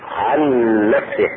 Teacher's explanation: النون الأولى ساكنة والثانية مشددة، فتدخل الأولى في الثانية